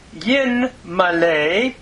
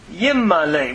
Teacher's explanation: So literally, yin, we would render it historically, yin male, becoming yimmale, where the noon by progressive assimilation has gone into the mem · Shown in: second take · causing a doggish forte.